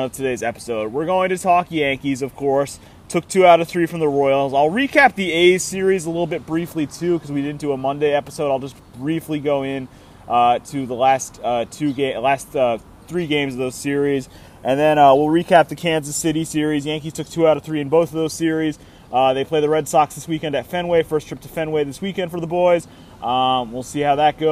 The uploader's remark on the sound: live from Pike and Rose in Rockville, MD